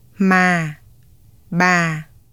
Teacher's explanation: The low-falling tone starts just slightly lower than the midpoint of the normal voice range and trails downward toward the bottom of the voice range.